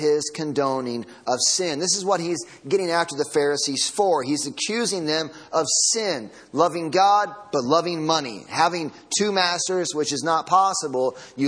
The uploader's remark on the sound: Sunday Morning Sermon Audio